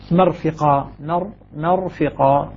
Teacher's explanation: الراء مفخمة هنا قبل فتحة